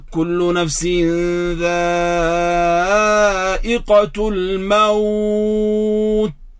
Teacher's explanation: لابد ما تأتي بالهمس في التاء